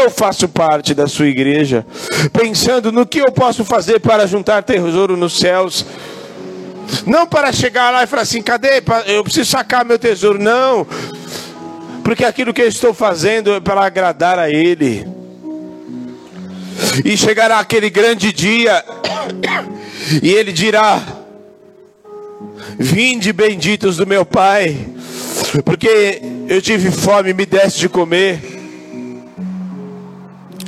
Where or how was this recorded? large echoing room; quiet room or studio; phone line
large echoing room